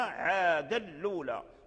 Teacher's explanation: حذفوا الهمزة ونقلوا حركة الهمزة إلى اللام وأدغموا تنوين عاد في اللام، فلما أدغم وصار اللام يعني صاحب شدة يعني لم يبقى التوسط.